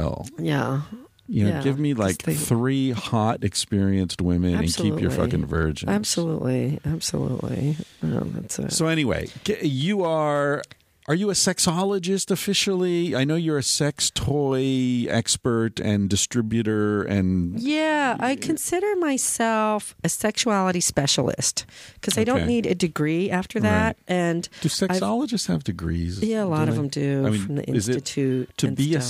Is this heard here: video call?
no